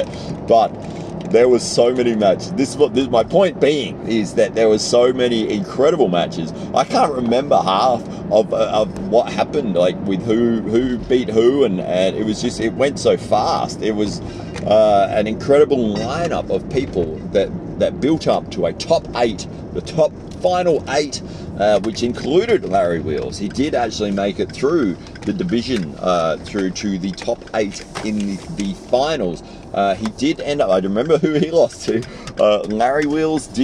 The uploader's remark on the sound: recorded this whilst driving to work so please forgive the indicator sounds